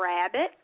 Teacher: They substitute the W sound for an R sound.